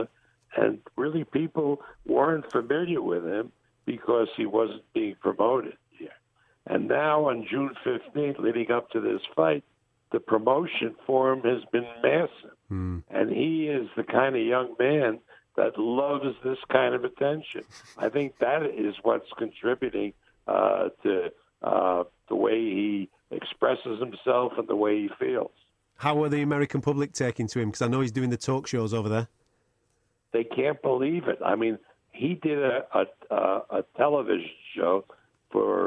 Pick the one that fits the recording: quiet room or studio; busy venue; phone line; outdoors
phone line